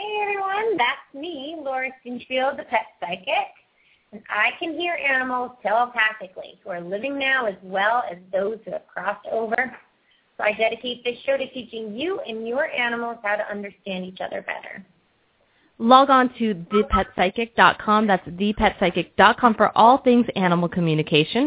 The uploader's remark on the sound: open up the lines for listeners to call